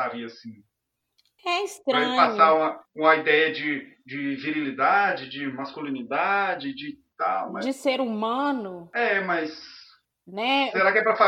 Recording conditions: poor sound quality